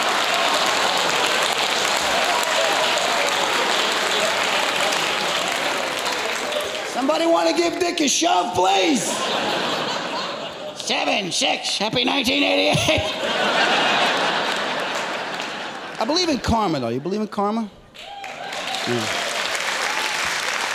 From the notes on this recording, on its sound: takes the stage to regale his audience